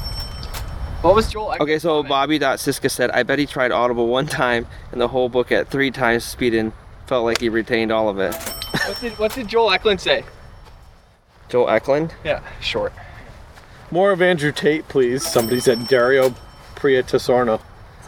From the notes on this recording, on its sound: With nowhere to record due to a flood in the Clubhouse, the boys hit the golf course for the first episode of the year